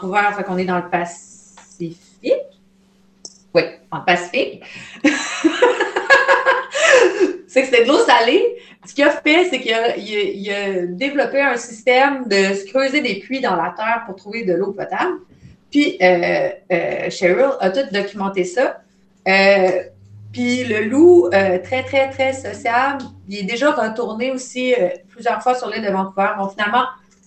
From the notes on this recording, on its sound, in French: Enregistré en appel vidéo facebook